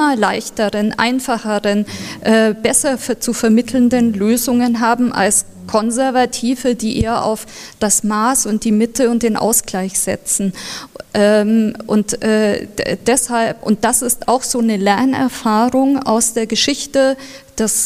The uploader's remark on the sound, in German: in der Katholischen Akademie in Bayern aufgezeichnet bei einer Kooperationsveranstaltung mit dem Institut für Zeitgeschichte und dem Katholischen Deutschen Frauenbund